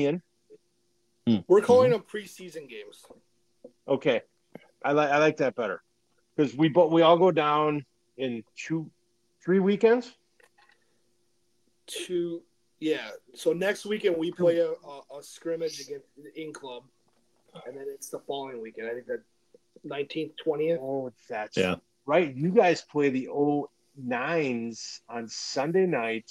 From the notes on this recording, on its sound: We had a few audio issues, so sorry about that!